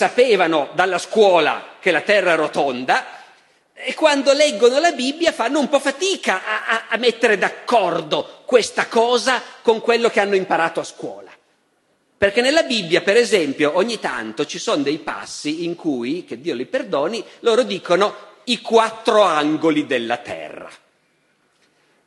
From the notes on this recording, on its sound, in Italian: Festival della Mente, 2013. Dal Festival della Mente di Sarzana del 2013.